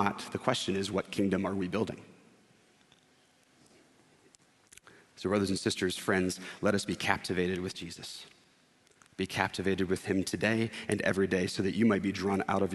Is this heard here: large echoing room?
yes